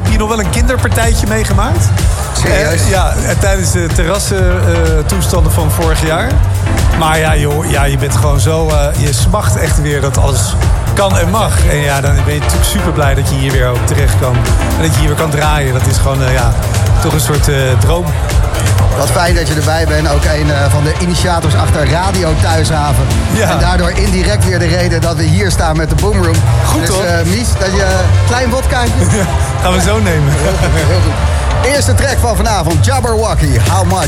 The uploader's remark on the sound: Live from Thuishaven